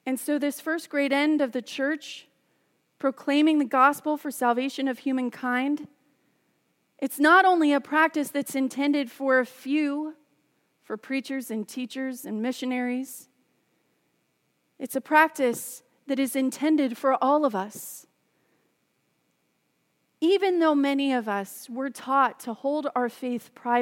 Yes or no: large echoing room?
yes